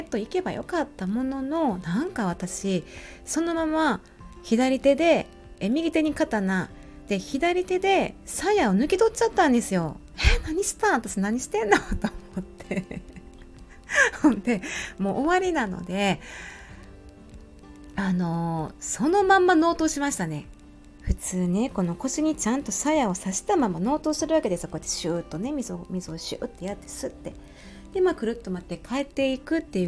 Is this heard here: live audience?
no